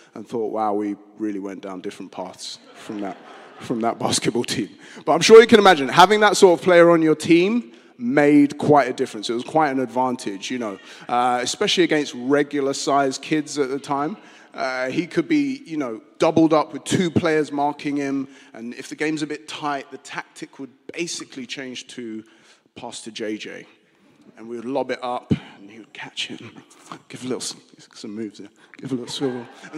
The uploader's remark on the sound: Streamed live at St Paul's Shadwell